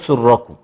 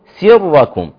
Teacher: الراء مفخمة بس السين ديت مرققة ما حدش قال أبدا أنها مفخمة · Shown in: second take